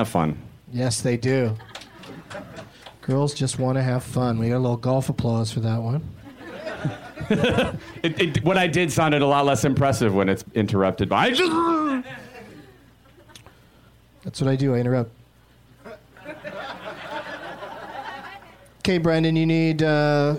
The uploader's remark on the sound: Live from Zanies Comedy Club in Chicago